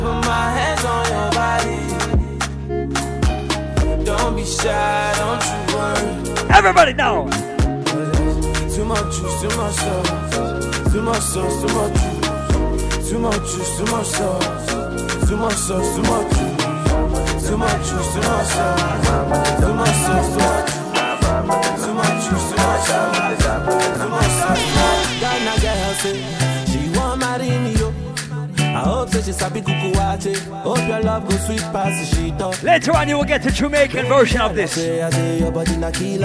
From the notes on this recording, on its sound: LIVE AUDIO from Island Saturdays on Jan 13th